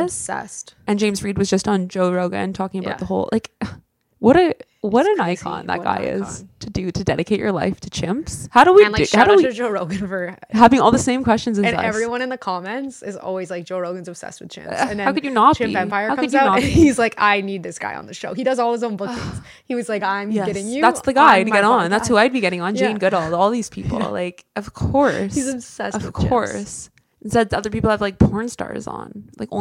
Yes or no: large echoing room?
no